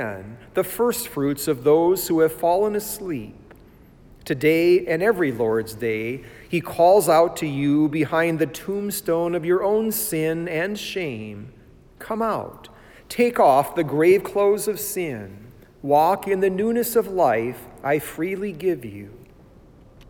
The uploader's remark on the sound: It was preached at Saint John Lutheran Church in Sycamore, Illinois on 29 March 2020.